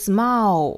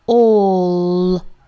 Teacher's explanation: 这里面不是双元音，它是个单元音加一个舌侧音 · Shown in: second take